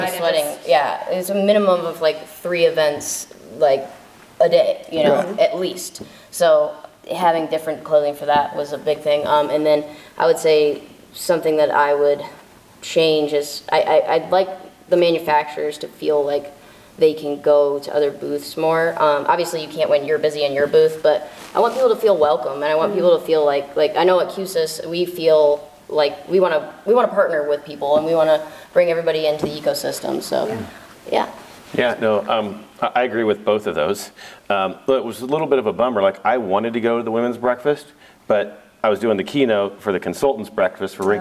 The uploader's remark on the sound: Live From InfoComm 2022